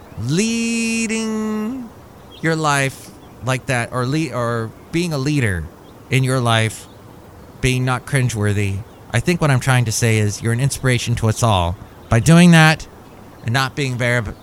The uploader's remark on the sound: podcasts live from Cafe Anyway